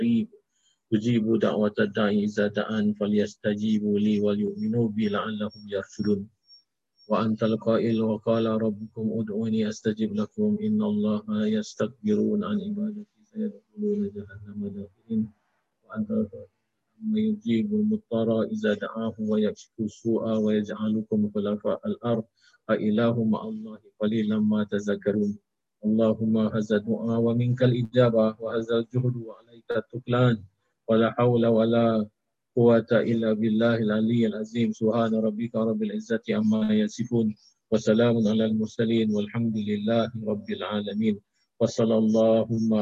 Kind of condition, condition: link, video call